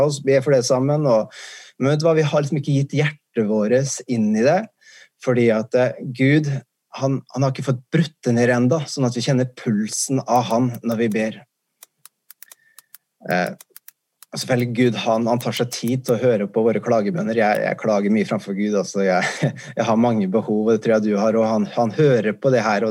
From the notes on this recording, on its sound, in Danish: C3 søndag på Zoom.